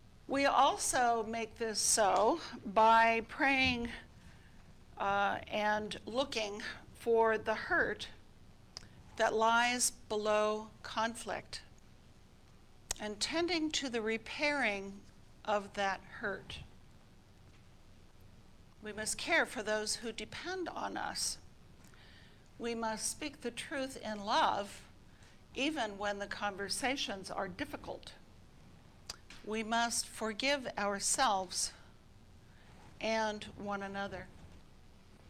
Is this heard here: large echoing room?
yes